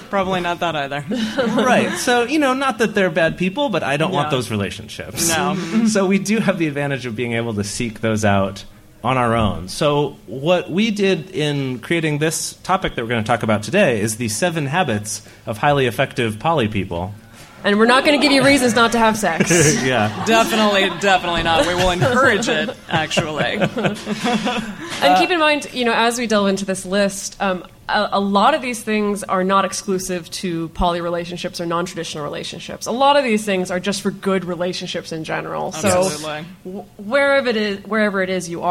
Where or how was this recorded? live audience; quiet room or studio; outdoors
live audience